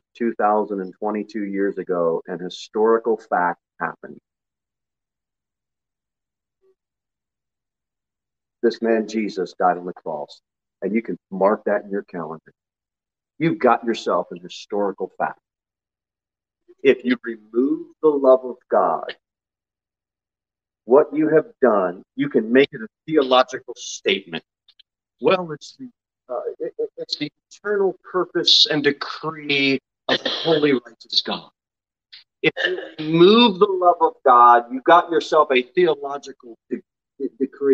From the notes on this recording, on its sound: Sermon delivered at Pilgrim Baptist Church on Sunday, August 21, 2022 at 11:15 am. Jere Whitson Rd.